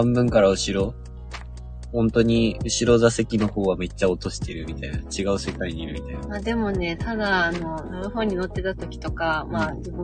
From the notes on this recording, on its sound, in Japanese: 移動中車内からゆるりとお届け。